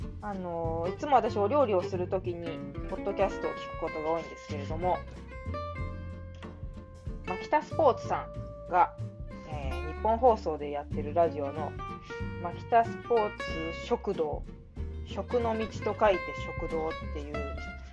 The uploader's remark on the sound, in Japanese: 料理しながら録音。録り忘れていたので夜ごはんを作りながらの収録に挑戦。鳥もつ煮を作っています。